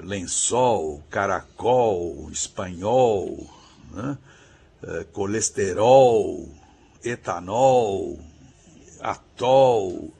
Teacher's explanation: as palavras que terminam em ol, O-L, em português, tendem a ter esse O aberto